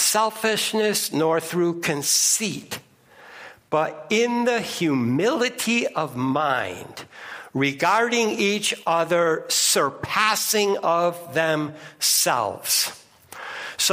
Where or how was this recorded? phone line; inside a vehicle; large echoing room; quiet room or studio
large echoing room